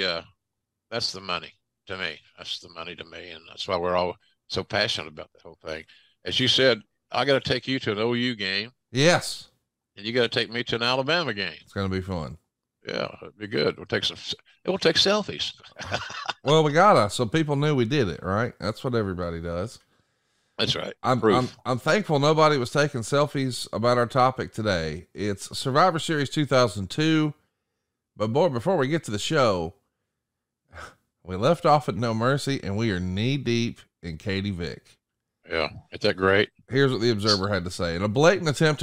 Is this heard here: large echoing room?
no